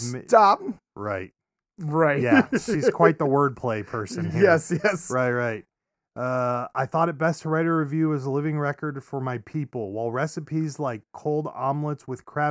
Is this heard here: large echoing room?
no